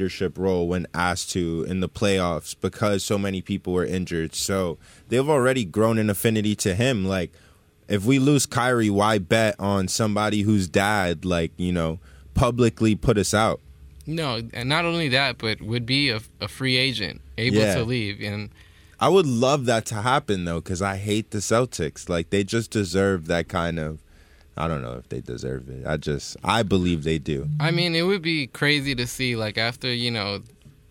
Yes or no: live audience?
no